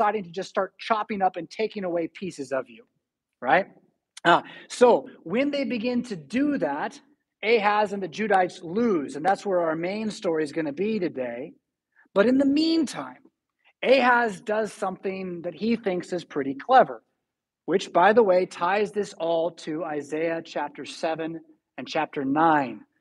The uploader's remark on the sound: Preached at St Paul Lutheran Church , Rockford, Illinois on September 11, 2022.